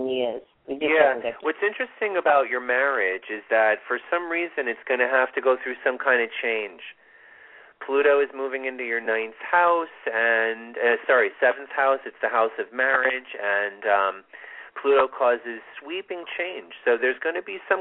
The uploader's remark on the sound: This is a LIVE show - with Call-in readings!